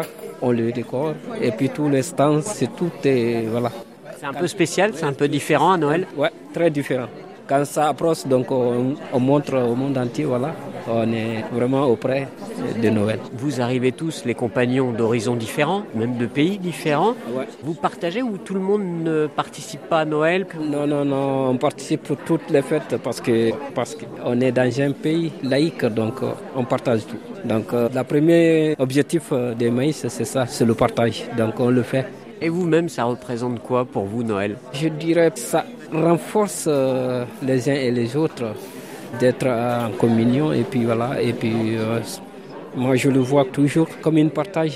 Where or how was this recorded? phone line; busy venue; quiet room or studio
busy venue